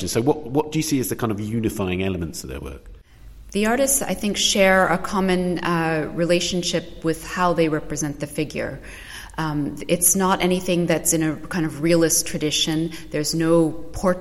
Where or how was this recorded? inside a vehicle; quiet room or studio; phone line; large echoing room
large echoing room